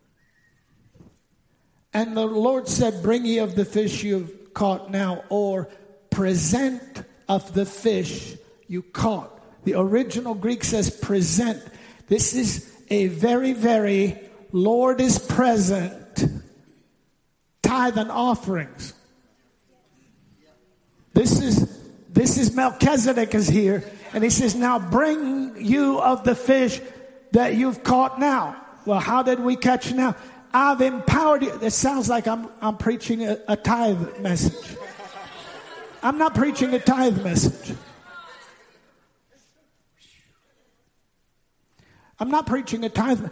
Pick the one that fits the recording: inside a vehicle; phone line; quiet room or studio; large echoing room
large echoing room